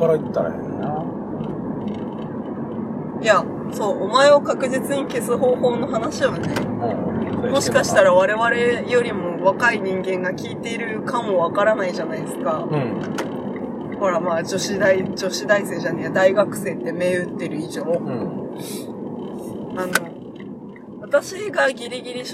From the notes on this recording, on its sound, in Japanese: 走行中の車内からお届けします！